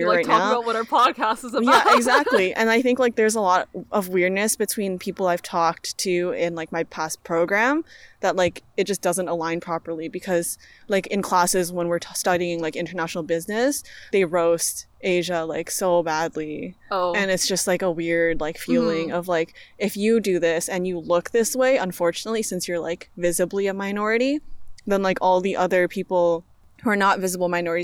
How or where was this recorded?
outdoors